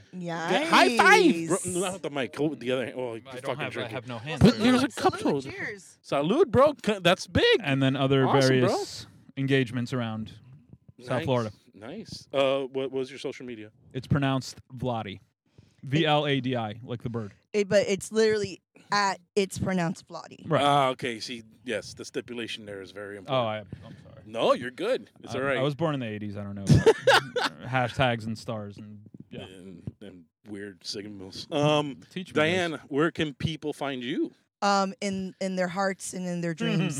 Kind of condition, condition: setting, inside a vehicle